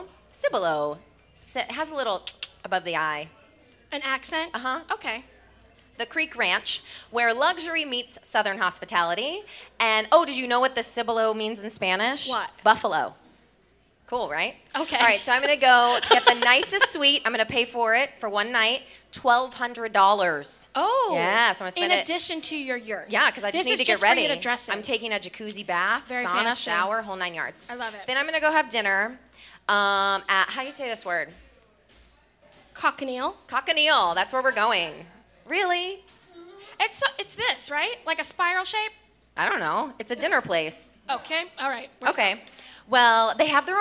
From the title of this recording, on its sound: LIVE! from Respect: Women's Podcast Festival!